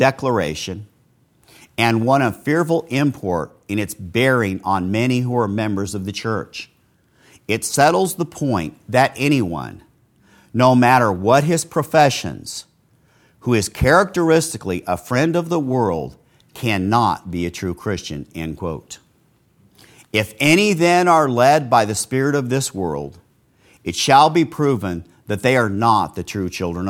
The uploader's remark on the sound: This sermon was preached live at Castle Grace in the At the Mouth of Two or Three Witnesses Series. Broadcast live from Castle Grace.